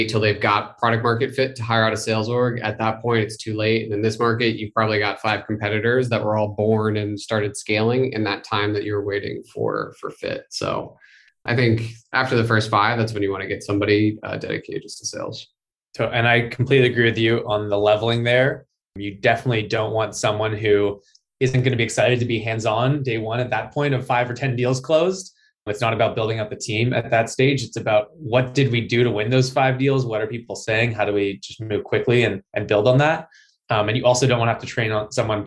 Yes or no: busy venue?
no